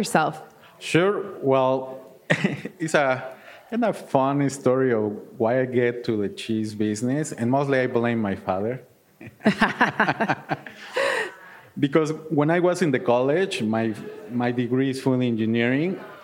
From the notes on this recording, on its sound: Recorded live in the HRN Podcast Lounge at the Art of Cheese Festival in Madison, WI.